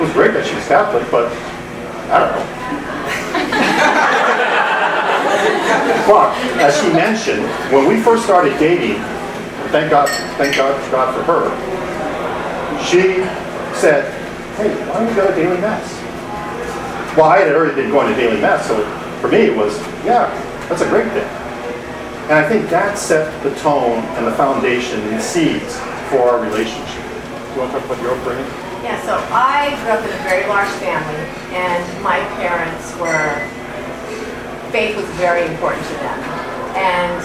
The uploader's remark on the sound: Arlington TOT is held on the second Monday of each month at O'Sullivan's Irish Pub located at 3207 Washington Blvd., in Arlington, VA, across from St.